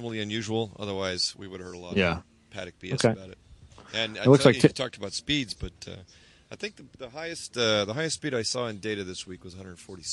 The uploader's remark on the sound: Live from SCCA Runoffs at Daytona